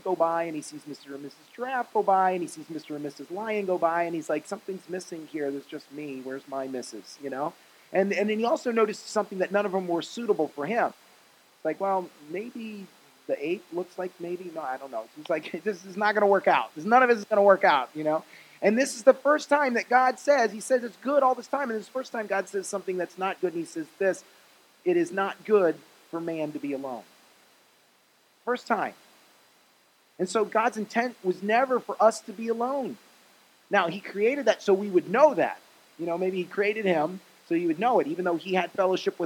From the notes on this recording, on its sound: Message preached at Faith Generation in Cape Coral, FL on 3/15/20